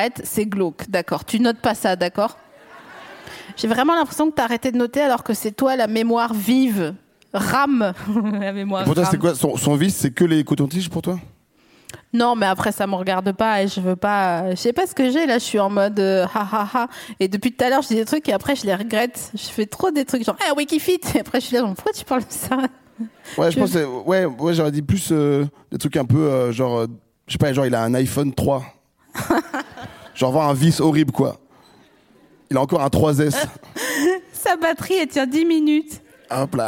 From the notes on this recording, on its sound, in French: enregistré en mai 2022 à la Scala Paris